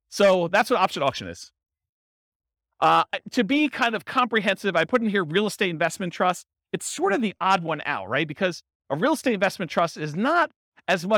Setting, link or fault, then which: setting, live audience